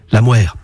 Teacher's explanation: À Cercques, la consonne initiale se labialise. On avance les lèvres. La mère. Et puis, jusqu'au XVIIIe siècle, on roulait le R, ce qui le rend très proche d'un L.